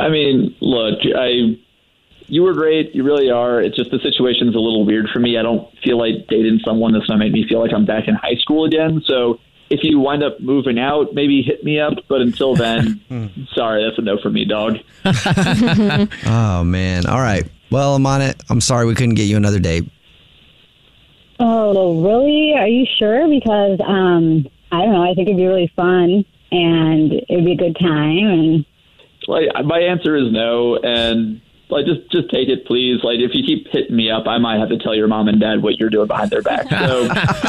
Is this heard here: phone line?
yes